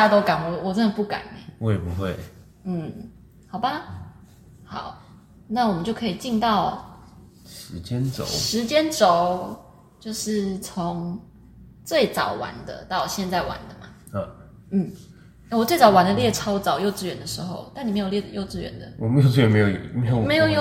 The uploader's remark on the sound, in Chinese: 本集為試播集，收音及剪輯技術未臻純熟